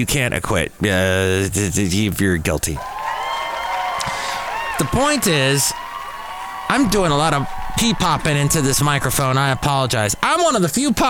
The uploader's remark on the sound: podcasts live from Café Anyway